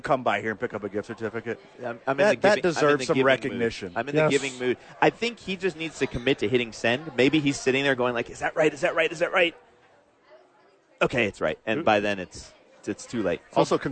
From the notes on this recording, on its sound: live from Sadies on 4th!